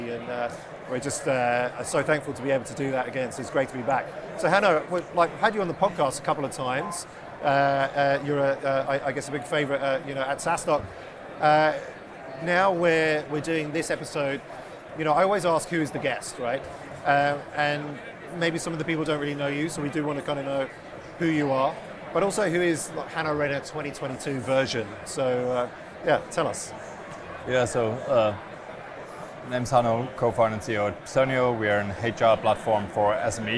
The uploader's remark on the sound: Recorded live from the SaaStock 2022 Podcast Stage.